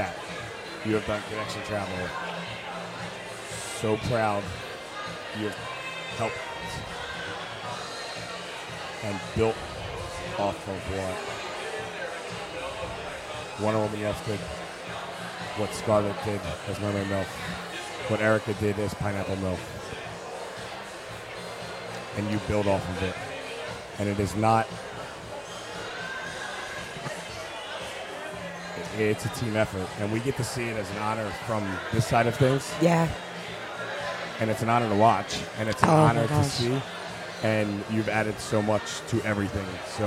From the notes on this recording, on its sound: Crowning LIVE from Hedo